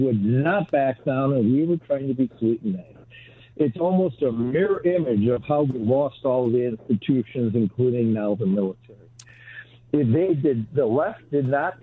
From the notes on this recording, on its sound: join the show by phone